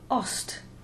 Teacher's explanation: although its real sound is a phonetic Z, a voiced Z, it can unvoice before another unvoiced consonant, as it did in our example, Ost, A-Z-T.